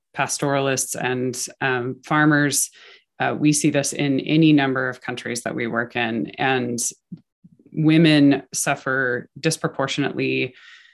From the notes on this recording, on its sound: recorded on March 22, 2022, during a virtual event convened by the United States and Landesa on the margins of the 66th United Nations Commission on the Status of Women